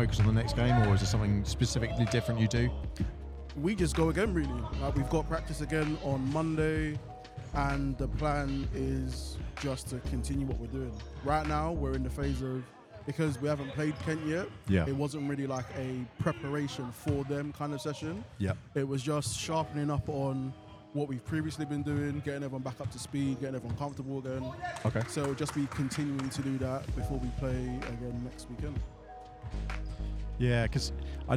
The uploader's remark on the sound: Live Basketball from Ravelin Sports Centre. We visit a live basketball match that wasn't to be...what could go wrong!